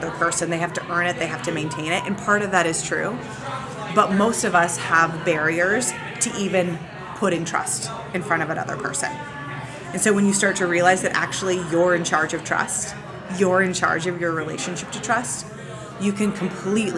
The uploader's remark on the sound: OnBrand Conference in Omaha, Nebraska. Right next to where the taco bar was being set-up.